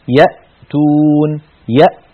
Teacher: الهمزة كما مر معنا في المخارج تخرج من أقصى الحلق